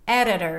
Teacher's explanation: I'm not saying ed. So it's a light D and the T behaves like a light D. So these two sounds are exactly the same.